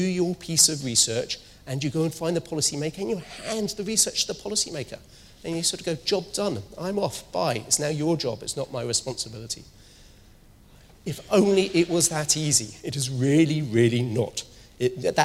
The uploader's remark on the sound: speaks at SRHE Annual Research Conference 2016